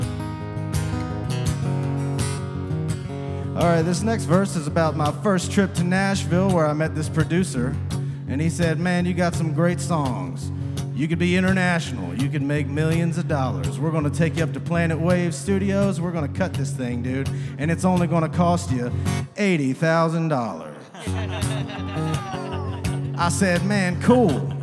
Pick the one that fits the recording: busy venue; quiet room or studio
busy venue